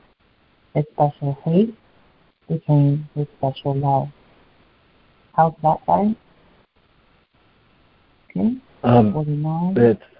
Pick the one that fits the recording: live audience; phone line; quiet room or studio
phone line